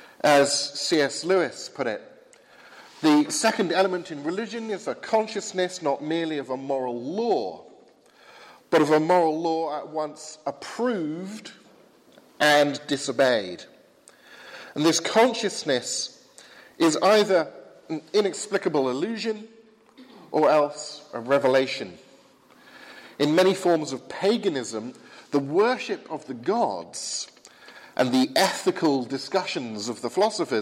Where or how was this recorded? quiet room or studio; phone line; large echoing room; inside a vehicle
large echoing room